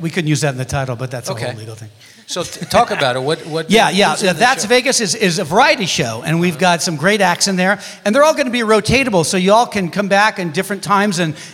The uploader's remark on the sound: Live at the SouthPoint Casino